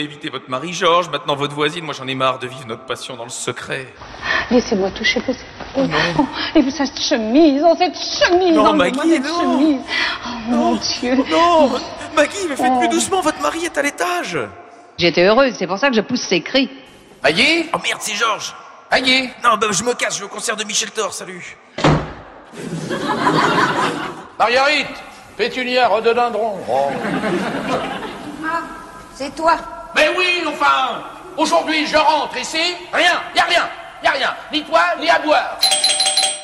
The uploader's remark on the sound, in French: En direct du festival Séries Mania à Lille